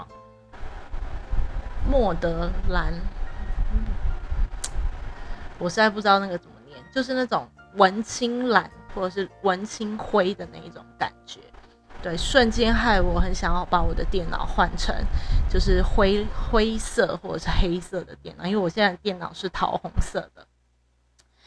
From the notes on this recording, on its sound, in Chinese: 一開始就會有大雜音，建議大家把音量調小。因為錄音設備配置區域有改變，又風扇風力開太強，熊熊直接吹進麥固。回播時確定造成雜音，請見諒視聽，之後會把電風扇調小～超熱。